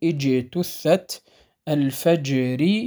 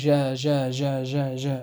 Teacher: ينحبس الصوت خلف وسط اللسان الذي هو مخرج الجيم، ثم ينطلق ويهتز الوتران الصوتيان عند النطق الجيم المقلقلة · Shown in: first take